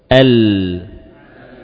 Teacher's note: ada aliran di tepi apa lidah ya, di sekitar daerah yang menempel di gusi